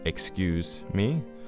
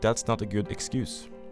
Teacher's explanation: om ordet er et verb, vil det uttales med den stemte S, altså z, og når det er et substantiv, vil den være ustemt, altså s